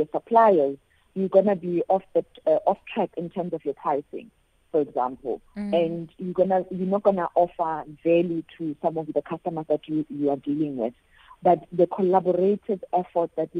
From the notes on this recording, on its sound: She now joins us on the line.